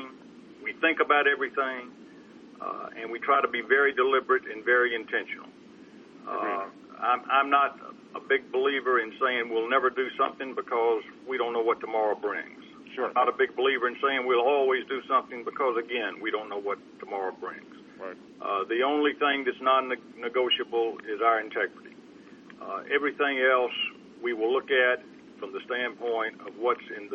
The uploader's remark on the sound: ProAssurance Earnings Conference Call, Third Quarter 2012